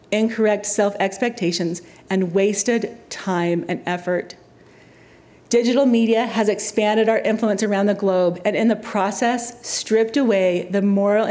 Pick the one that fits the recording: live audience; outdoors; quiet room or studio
live audience